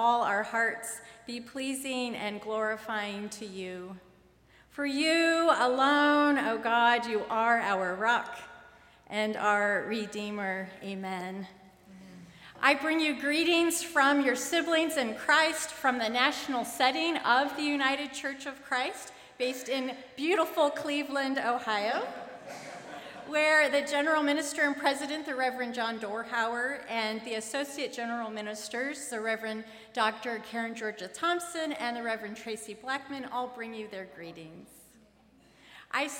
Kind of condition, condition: setting, large echoing room